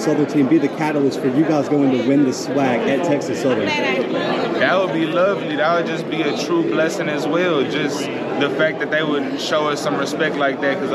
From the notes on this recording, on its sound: The Bluebloods are live from SWAC Media Day in Birmingham, AL.